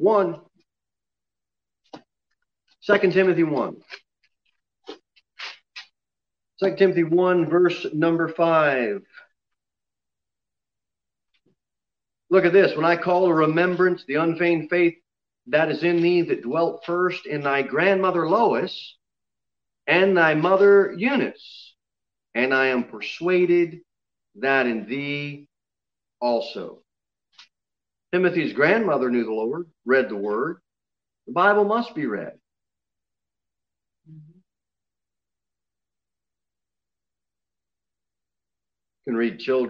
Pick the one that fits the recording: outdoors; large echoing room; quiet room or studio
large echoing room